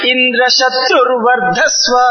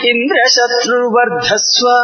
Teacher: Both Indra Shatru and Vardhasva, both carrying the swarita, upward intonation. · Shown in: first take